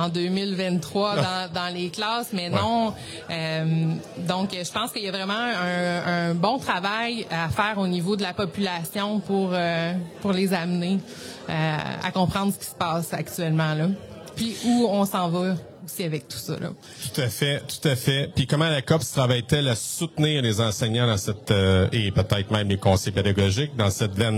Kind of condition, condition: setting, busy venue